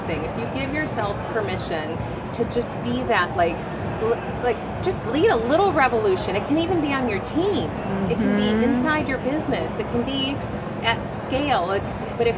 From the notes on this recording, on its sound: Unum took its Gartner Marketing Award-winning HR Trends podcast studio on the road (again) to the 2023 HR Technology Conference & Exposition , held October 10–13 in Las Vegas. Unum took its Gartner Marketing Award-winning HR Trends podcast studio on the road (again) to the 2023 HR Technology Conference & Exposition , held October 10–13 in Las Vegas.